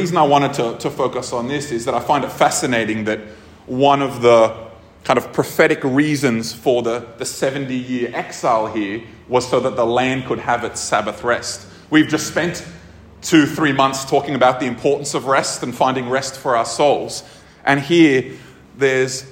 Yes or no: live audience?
yes